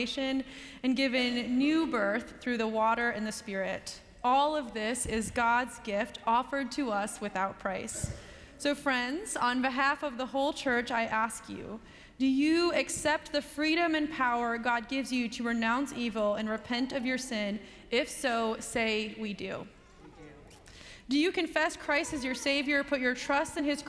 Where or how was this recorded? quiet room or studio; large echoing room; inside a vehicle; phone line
large echoing room